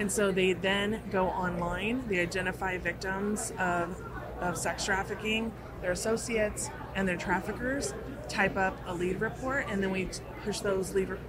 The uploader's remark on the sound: The Unity Project What’s UP? Podcast at AmFest.